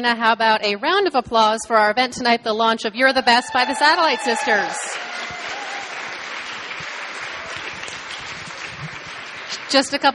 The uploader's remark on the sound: LIVE in Brooklyn NY. On this bonus LIVE show.